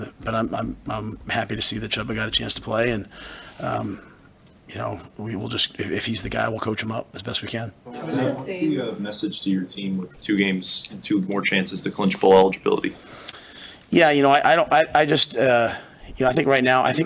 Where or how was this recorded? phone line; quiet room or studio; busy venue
busy venue